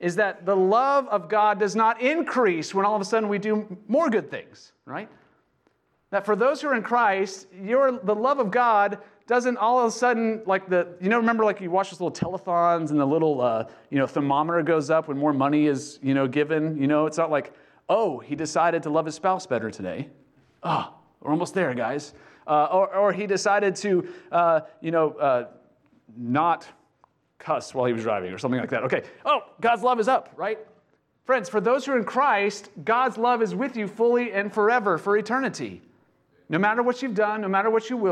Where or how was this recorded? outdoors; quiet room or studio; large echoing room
large echoing room